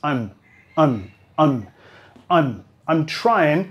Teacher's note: los pronombres más el verbo auxiliar jamás vamos a acentuar, casi jamás, y de ahí vamos a reducirlo. Ellos no van a decir I'm, más I'm.